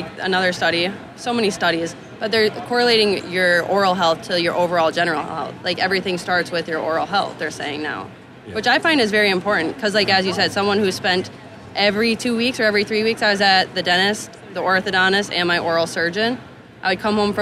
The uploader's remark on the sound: Live from Darby at the GNYDM 2019. Live from the Darby booth at the GNYDM 2019.